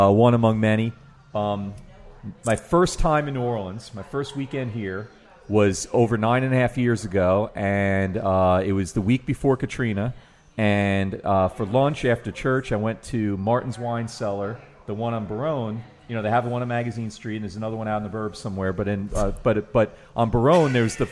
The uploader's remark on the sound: This episode of Midnight Menu 1 was recorded at the NOLA Brewing Tap Room.